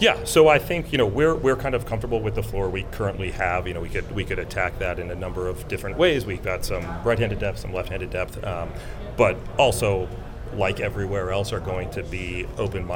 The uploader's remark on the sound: Meets The Media On Day 1 Of The GM Meetings. Answer questions from the Boston media.